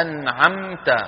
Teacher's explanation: الميم ظاهرة من الشفتين ومعها غنة من الخيشوم · Term: الإظهار